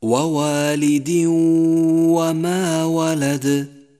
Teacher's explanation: دخل التنوين في حرف الواو وشدد حرف الواو وزمن الغنة حركتان